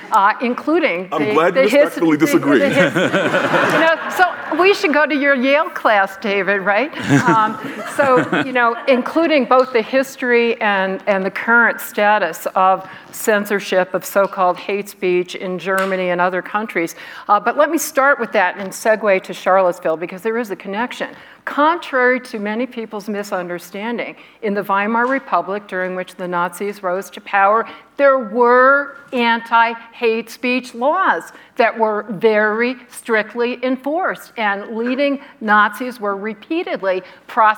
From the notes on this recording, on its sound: panel from the 2022 Aspen Ideas Festival